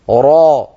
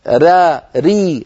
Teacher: الراء مفخمة، را ري هذه مرققة، فإذا مفخمة مرققة هذه صفة للراء، مع أن المخرج للرائين مخرج واحد.